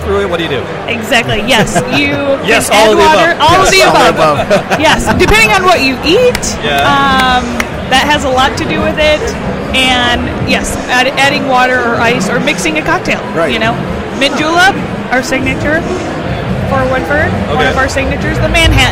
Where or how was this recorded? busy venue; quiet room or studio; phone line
busy venue